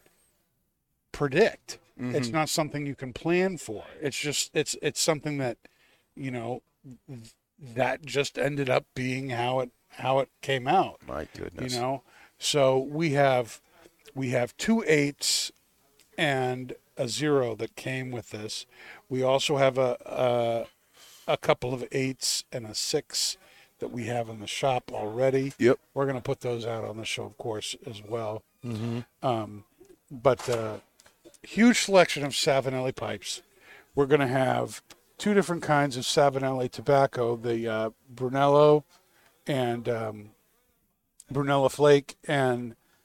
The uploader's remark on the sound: Recorded live from the 7-20-4 Lounge!